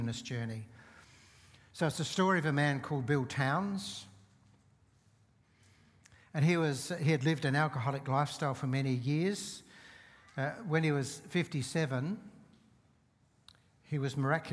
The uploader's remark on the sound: Seeds Church Live